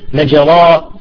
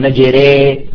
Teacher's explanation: الإمالة بين الألف والياء، ليست ألف وليست ياء، بين الألف والياء، يعني مشوبة بالياء · Shown in: second take